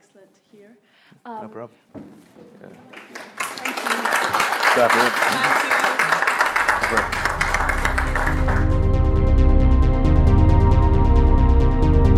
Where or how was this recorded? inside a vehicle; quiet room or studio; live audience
live audience